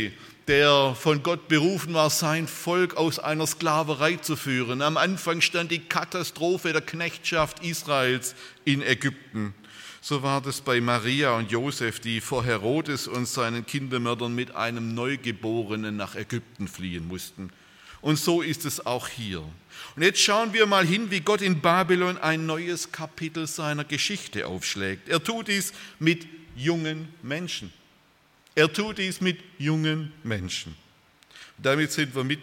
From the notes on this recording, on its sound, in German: aus dem Gottesdienst der Liebenzeller Mission